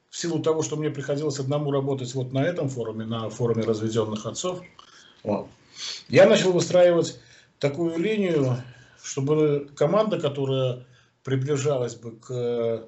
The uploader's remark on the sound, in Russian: Первая запись нашего телемоста Москвы и Минска